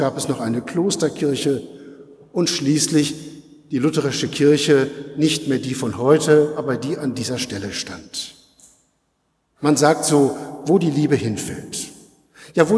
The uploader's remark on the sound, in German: Predigt-im-Festgottesdienst-300-Jahre-lutherische-Gemeinde-Detmold.